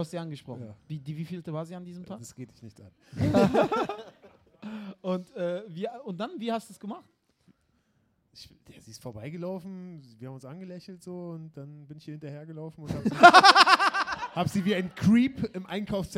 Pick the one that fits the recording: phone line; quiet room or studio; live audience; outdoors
live audience